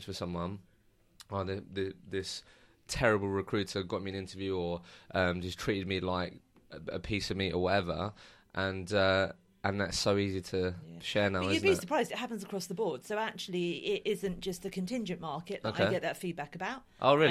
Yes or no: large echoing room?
no